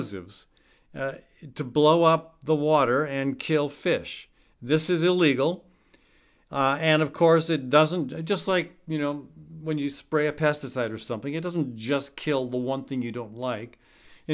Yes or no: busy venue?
no